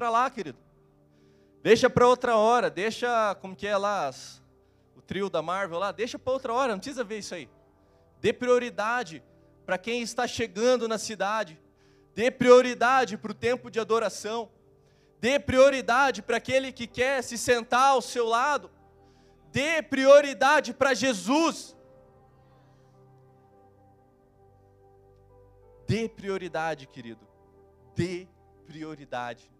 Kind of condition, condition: setting, large echoing room